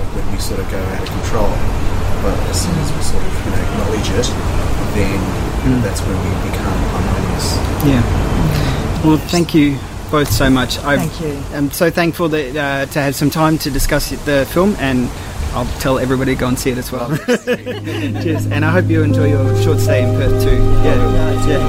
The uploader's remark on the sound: This interview was recorded in the Outdoor section of Luna Leederville , so there is a bit of background noise. Many thanks to the folks at Luna for allowing us to utilise their space to record.